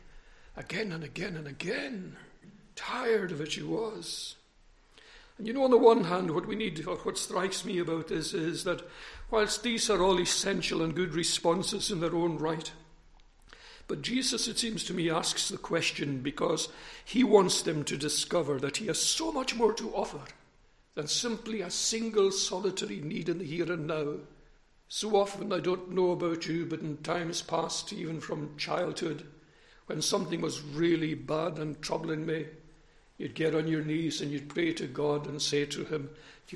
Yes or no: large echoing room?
yes